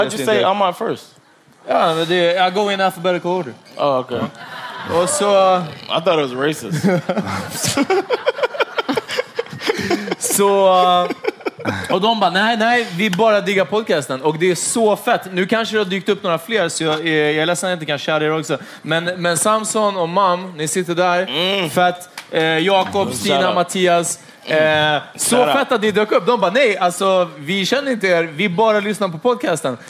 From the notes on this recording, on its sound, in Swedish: LIVE-avsnitt från podstudion i Kulturhuset i Stockholm. Live at Kulturhuset. Denna vecka släpper vi vårt hypade LIVE-avsnitt från podstudion i Kulturhuset i Stockholm.